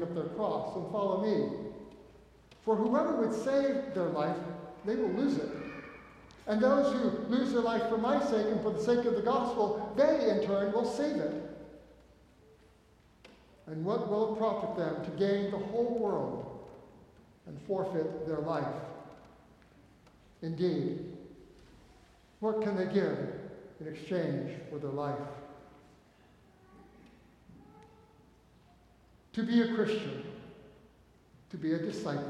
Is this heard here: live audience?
yes